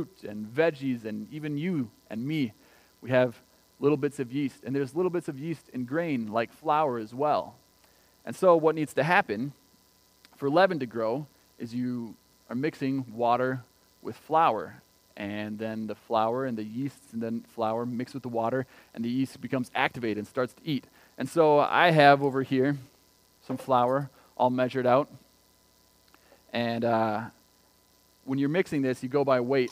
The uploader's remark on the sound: Recorded on May 24th, 2020 at Word of Life Church in Le Sueur, MN. WHOLE SERVICE AUDIO.